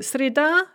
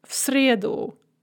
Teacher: This is very common in bisyllabic feminine nouns that are n-stressed in the nominative singular, and then the stress shifts to the stem in the accusative singular · Shown in: second take · So среда, nominative, в среду, accusative.